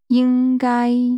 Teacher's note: Should, using two high-level tones.